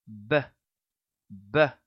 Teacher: quando emitimos o som da letra B, ela é a paired consonant da letra P, pois ela vibra.